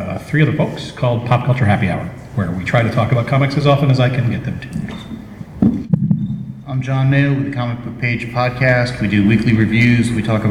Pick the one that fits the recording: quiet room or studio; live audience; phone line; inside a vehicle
live audience